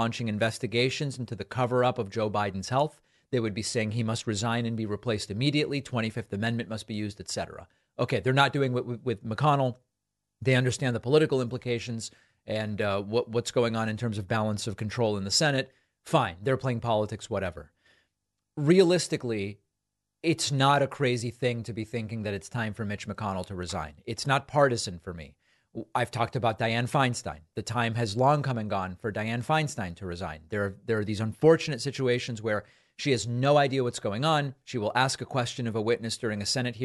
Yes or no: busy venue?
no